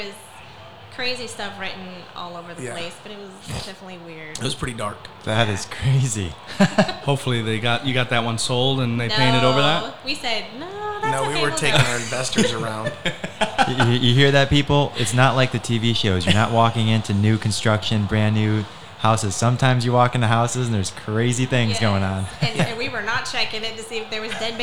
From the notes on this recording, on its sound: Recorded live at the new Naples Ferrari Dealership. Hosted their quarterly event for the top 500 agents in SWFL.